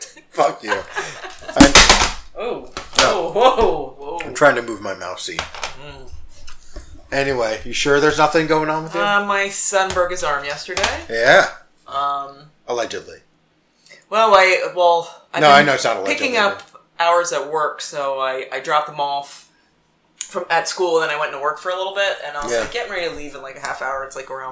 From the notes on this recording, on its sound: Audio for this one may be a bit wonky due to the industrial fans blowing in the background. I did my best to clean it up.